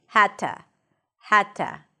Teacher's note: The D turns into a T sound, because that's the voiceless version of the D.